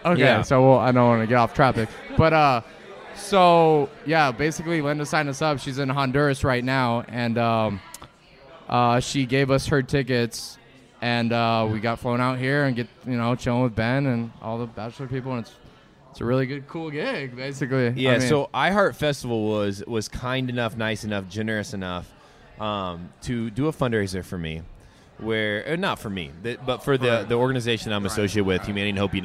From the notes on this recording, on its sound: We’re live from the Planet Hollywood Hotel in Las Vegas!